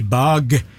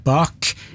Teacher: I stedet for bløde og harde, så pleier jo vi språkfolk snakke om stemte og ustemte konsonanter. G-en I bag er stemt, og K-en I bak er ustemt.